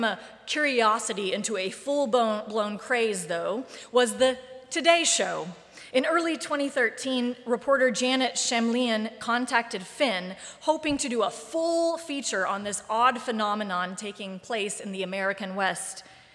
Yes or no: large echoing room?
yes